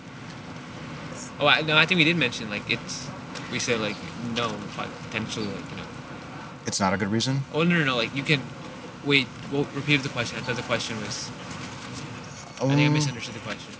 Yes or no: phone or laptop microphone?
yes